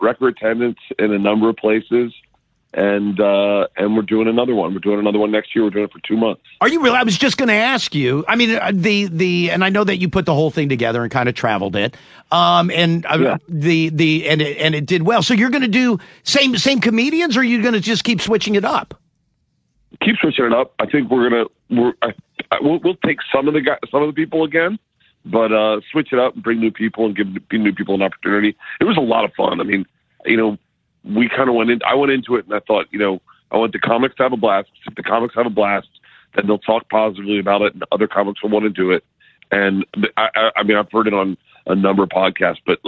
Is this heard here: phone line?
yes